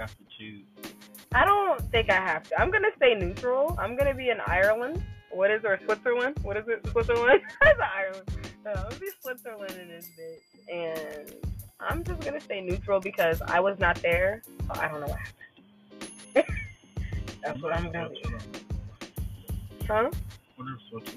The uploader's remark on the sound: What else is there to do during a pandemic, other than chill in a car and have great conversation? The sound on this episode is not the greatest.